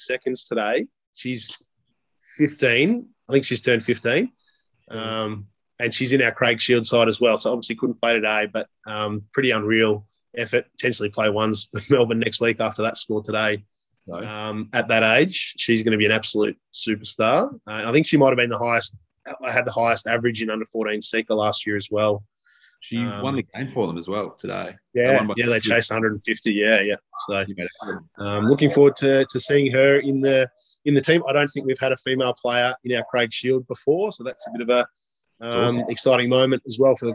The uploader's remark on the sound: as the boys are forced onto zoom